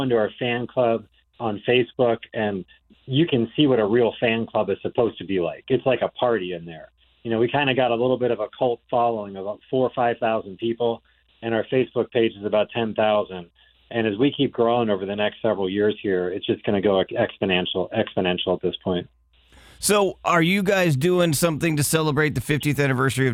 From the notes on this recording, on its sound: called in ahead of their show on the 17th at Ruth Eckerd Hall